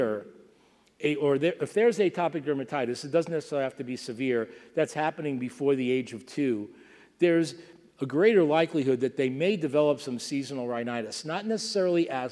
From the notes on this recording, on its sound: From the SDPA 14th Annual Fall Dermatology Conference 2016, held November 2 – 6 in Las Vegas, Nevada.